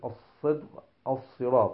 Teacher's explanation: الصاد المشمات صوت الزاي في قراءة مثل قراءة حمزة، حيث تنطلق الصاد كالزاي المفخمة في كلمات مثل الصدق الصراط يقول الزراط.